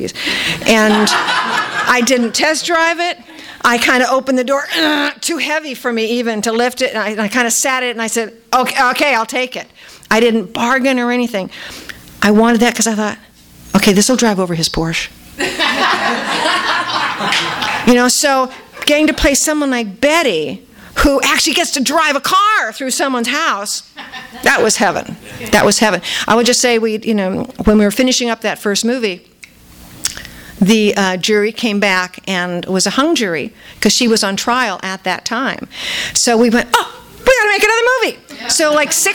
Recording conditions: live audience